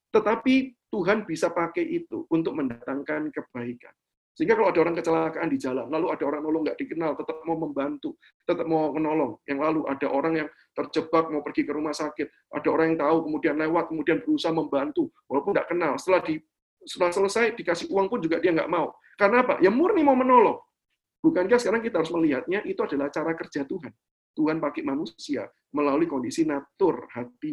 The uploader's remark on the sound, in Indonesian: rekaman Webinar yesHEis